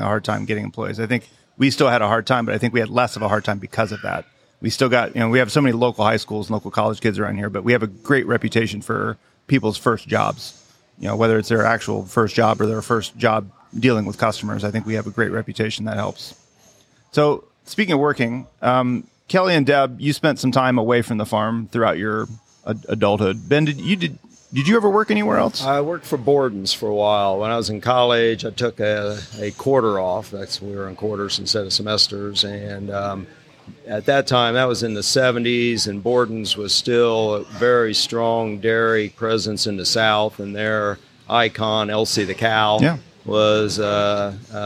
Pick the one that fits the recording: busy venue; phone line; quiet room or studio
busy venue